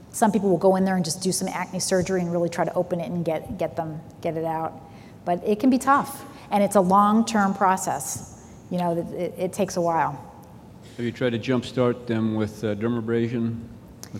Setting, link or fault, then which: setting, large echoing room